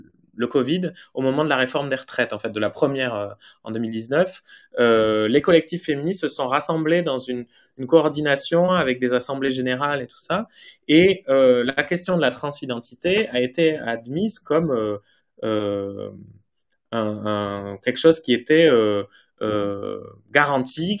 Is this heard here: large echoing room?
no